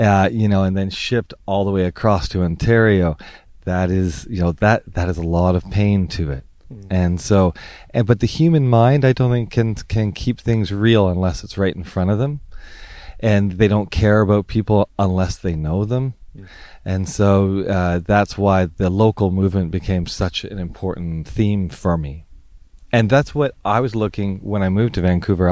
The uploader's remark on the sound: Recorded only a few days ago, from the front lines of the Fairy Creek Blockade. A peaceful 8 month occupation to prevent the logging of some of the last remaining old growth forest on Vancouver Island, Canada.